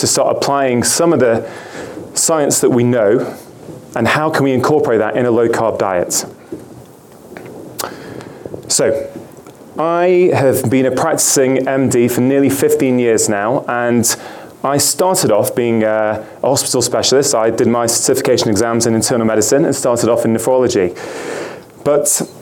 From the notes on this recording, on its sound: 2016 Low Carb Vail. You will hear various lectures from that conference.